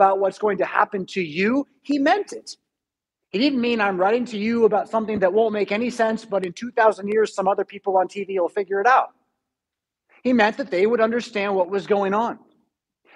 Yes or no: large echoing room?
yes